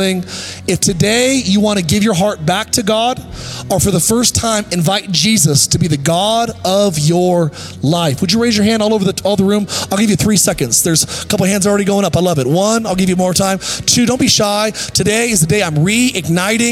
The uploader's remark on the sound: Recorded live at Capital Church in Meridian, Idaho